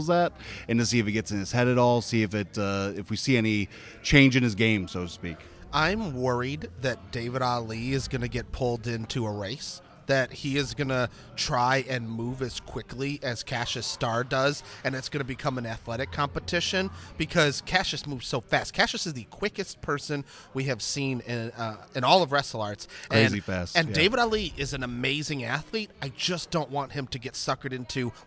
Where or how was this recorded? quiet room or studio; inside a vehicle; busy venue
busy venue